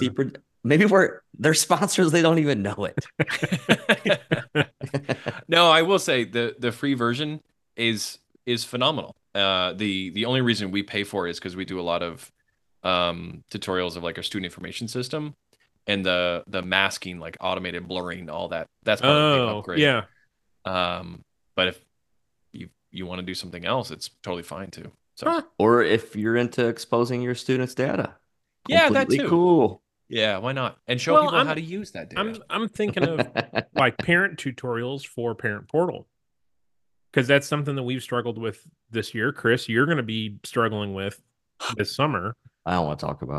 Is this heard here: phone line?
no